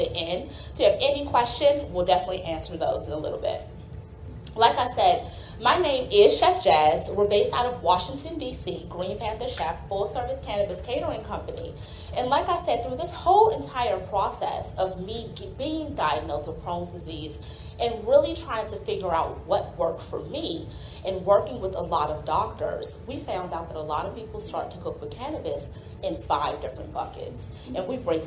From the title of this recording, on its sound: A Live Demo | Alternative Products Expo | Fort Lauderdale 2022